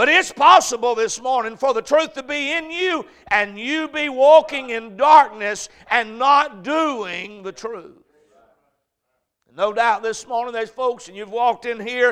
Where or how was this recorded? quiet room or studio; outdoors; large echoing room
large echoing room